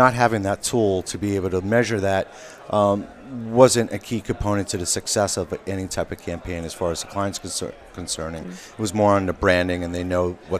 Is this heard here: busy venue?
yes